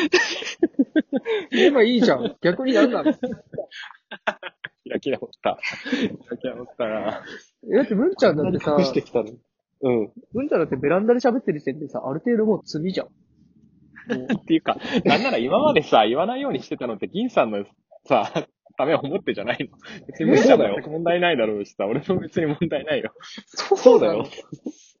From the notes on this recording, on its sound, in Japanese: リモート収録2本立て。リモート収録によるギクシャクは許してね。